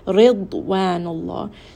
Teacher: just rest on the dad and make sure you are making it heavy. Allahi, Allah is going to be heavy here.